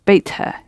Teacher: You don't need the helping vowel because you've only got one consonant sound at the end of beit.